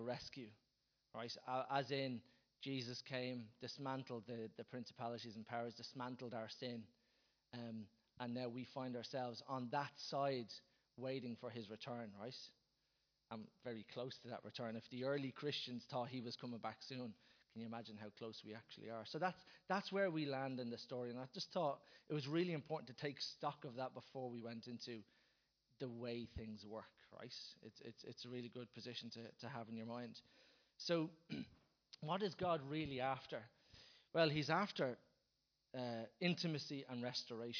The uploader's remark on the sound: Recorded live at Liberty Church on 28th April 2019